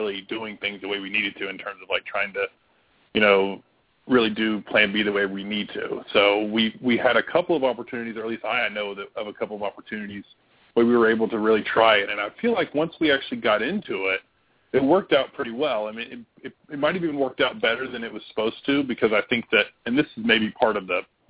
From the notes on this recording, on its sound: We hear from two live callers who are trying the model, as well as a parent who is at the end of her rope with daughter’s challenging behavior.